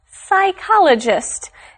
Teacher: The P is silent. You don't make a P sound at the beginning of this word, just psychologist.